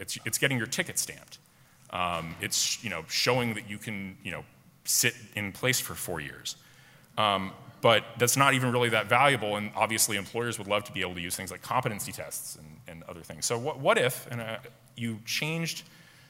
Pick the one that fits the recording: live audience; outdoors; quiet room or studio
live audience